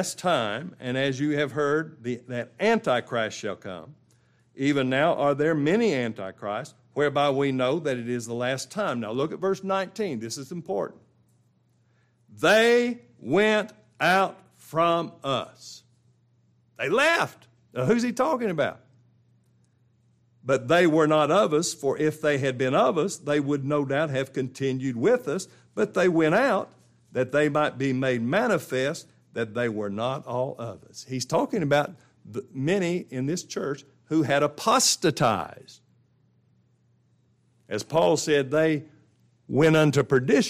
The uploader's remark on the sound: This is the ENTIRE LIVE STREAM broadcast of the final two services of our 2023 Spring Bible conference.